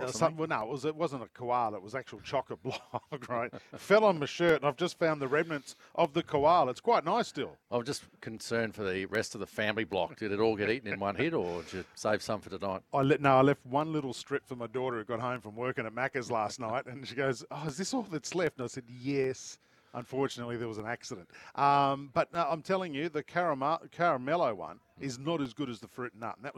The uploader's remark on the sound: LIVE from Ian Healy Oval